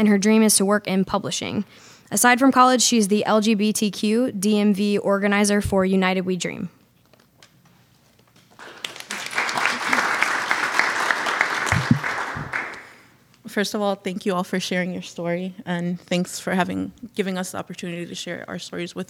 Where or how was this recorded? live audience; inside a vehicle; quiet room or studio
live audience